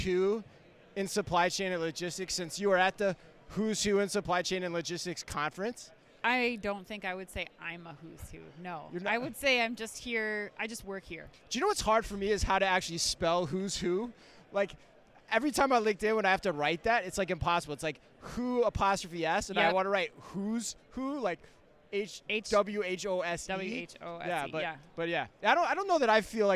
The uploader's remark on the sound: live from Manifest